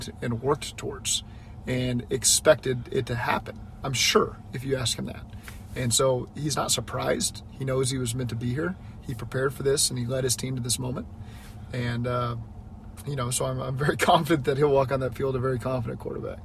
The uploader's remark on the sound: Driving to work